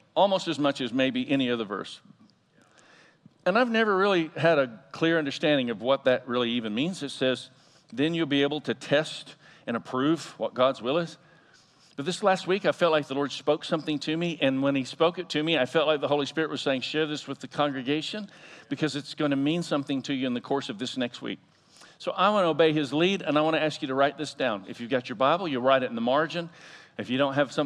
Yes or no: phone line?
no